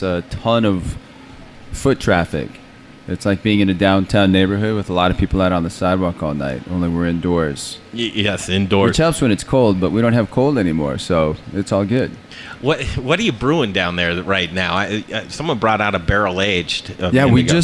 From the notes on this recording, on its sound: The Modern Eater Show live from the Stanley Marketplace! This unique brewery is in the heart of the Stanley!